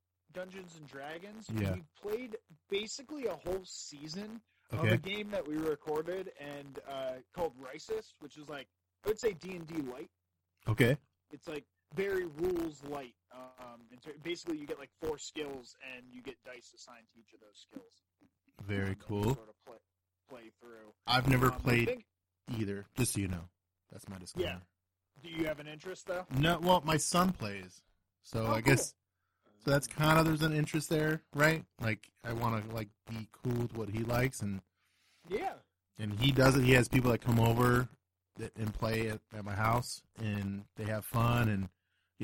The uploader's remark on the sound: Everything you can think of goes wrong from technical issues to audio issues. Sorry for the quality. For all we know Trump could have hacked our equipment.